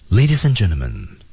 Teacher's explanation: Ladies and 连读，ladies and D 失去爆破